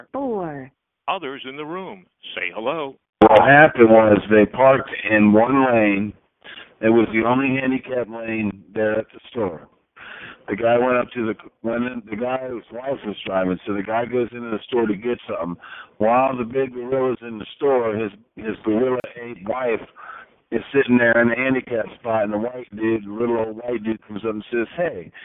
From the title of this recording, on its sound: Conference Call